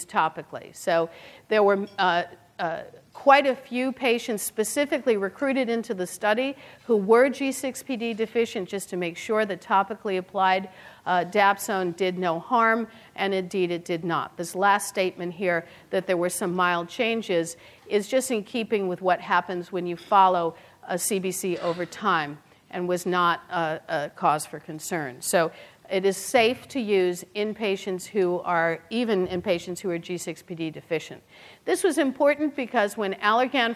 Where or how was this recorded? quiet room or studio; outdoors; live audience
live audience